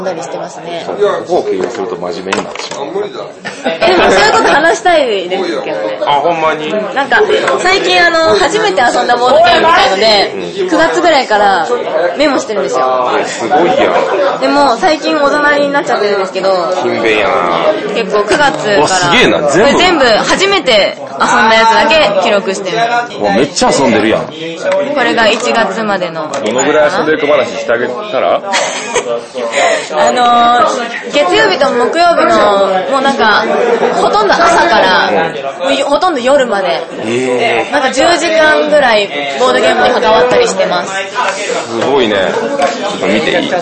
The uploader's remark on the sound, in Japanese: 雑音多めなので要注意でございます